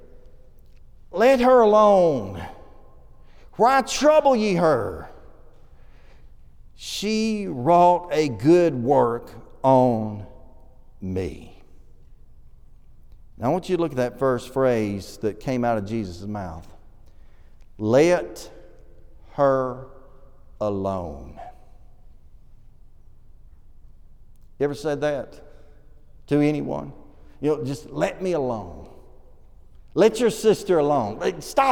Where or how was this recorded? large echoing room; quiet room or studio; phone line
large echoing room